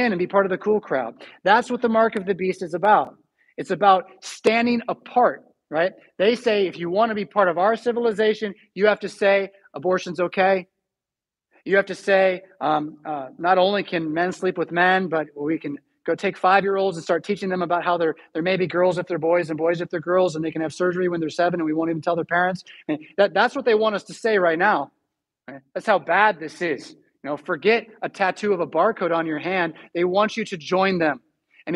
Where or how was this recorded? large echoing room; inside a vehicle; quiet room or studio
large echoing room